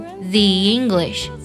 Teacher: 这个 the 呢，它要变成 z 的音，元音会有变音，并且呢，和 English 有连读